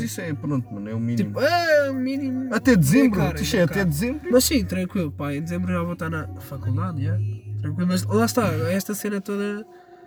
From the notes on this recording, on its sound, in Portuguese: Primeiro episódio no carro da avó!